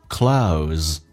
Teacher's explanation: O 这个发音，先发 A 再发 U，比较的饱满一点，下巴掉到极限往前推